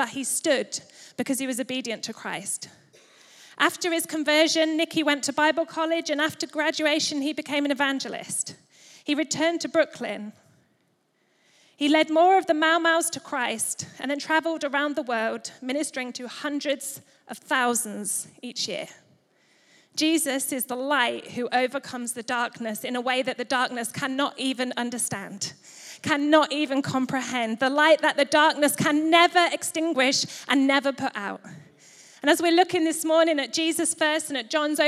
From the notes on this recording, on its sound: Recorded live at Life Church Lancashire